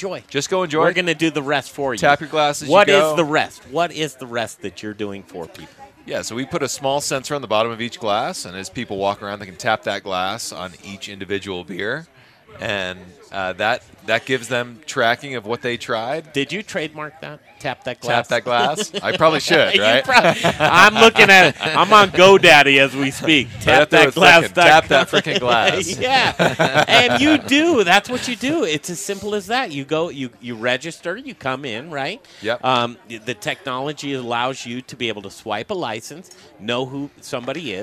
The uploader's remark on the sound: The Modern Eater Show is broadcasting live on Denver’s Talk Station 630 KHOW from Bruz Beers after the Belgian Brew Fest! The Modern Eater Show is broadcasting live on Denver’s Talk Station 630 KHOW from Bruz Beers after the Belgian Brew Fest!